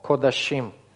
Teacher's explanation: даже во множественном числе здесь сохраняется гласный класса О, только это будет сверхкраткий О, кодашим. Кодашим, да, будет сверхкраткий, хатев камец, да, хатев камец, сверхкраткий О.